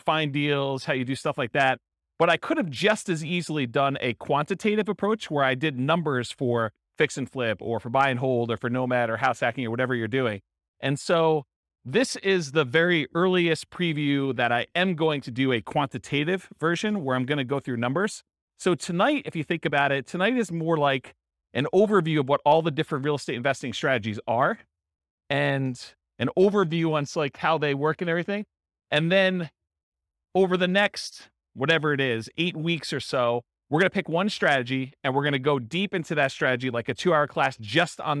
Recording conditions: live audience